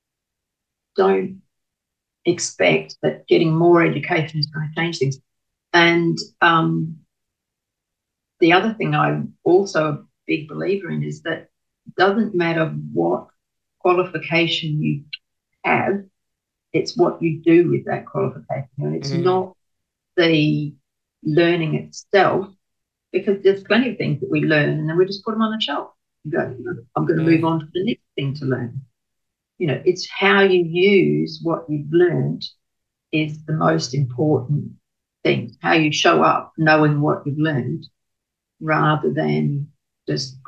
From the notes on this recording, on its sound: I also apologize if the audio is not perfect as we recorded this interview over zoom!